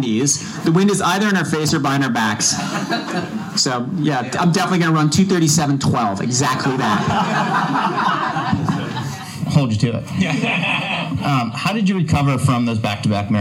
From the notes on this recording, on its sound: I’m excited to share a special live recording of the podcast. In front of a live audience last month in Boston. We recorded this episode at Tracksmith’s Trackhouse the day before this year’s Boston Marathon.